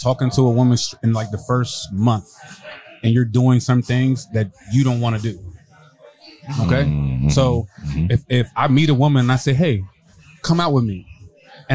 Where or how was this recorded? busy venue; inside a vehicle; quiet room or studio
busy venue